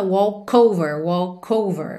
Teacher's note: walk termina em K, então naturalmente você junta walk over